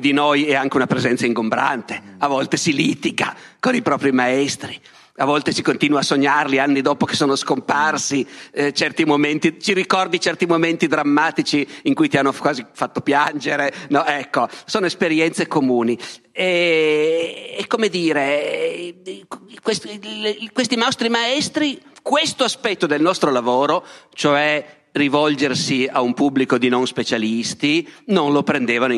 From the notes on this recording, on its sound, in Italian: Dialoghi Festival, Palmanova 2022. La conferenza è parte di Dialoghi Festival Itinerante, per l’occasione al Teatro di Palmanova.